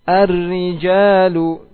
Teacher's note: Ditipiskan ketika di kasrah. Dengan cara apa? Dengan cara menurunkan rahangnya.